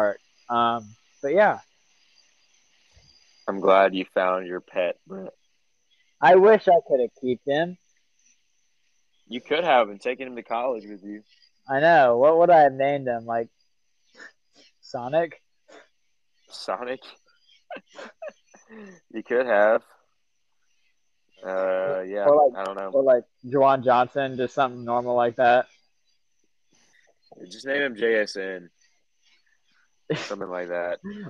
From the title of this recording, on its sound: WE RECORDED OUTSIDE